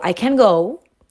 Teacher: por la palabra en la que ponen énfasis. Si yo te digo, I can go, significa yo puedo ir. Mi, énfasis está en el go.